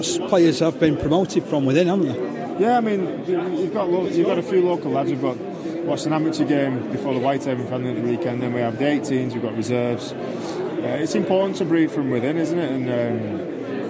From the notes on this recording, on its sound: ventured to the RFL Launch event at Huddersfield